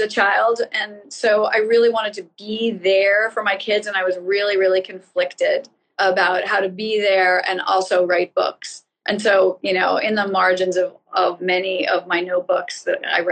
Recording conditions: video call